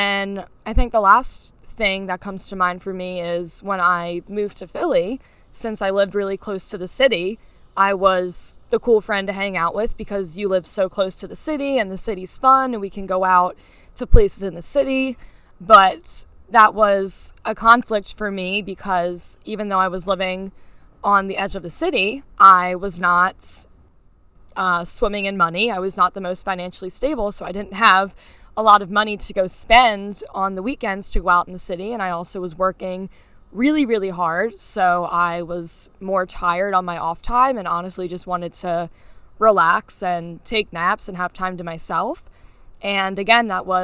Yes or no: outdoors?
yes